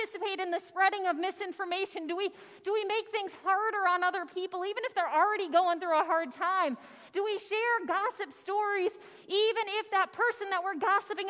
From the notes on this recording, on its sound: Audio from worship. Zion United Church of Christ.